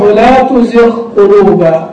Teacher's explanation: الغين مع القاف تظهران